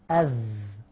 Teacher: الذال تخرج من ظهر طرف اللسان مع أطراف الثنايا العليا